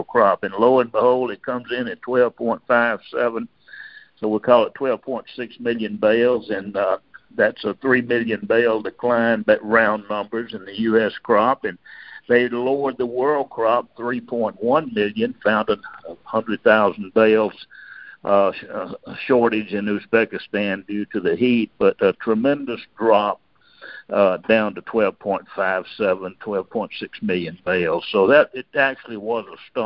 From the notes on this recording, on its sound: August 2022 Monthly Conference Call On Cotton.